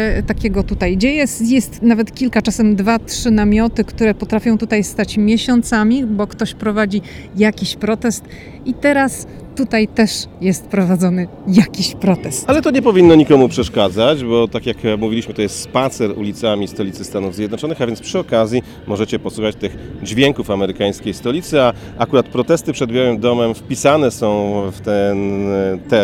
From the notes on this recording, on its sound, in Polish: Odcinek nagrany na ulicach Waszyngtonu: zaczynamy w dzielnicy Foggy Bottom, idziemy pod Biały Dom, następnie do Monumentu Waszyngtona, potem Tidal Basin i kończymy w Smithsonian Gardens.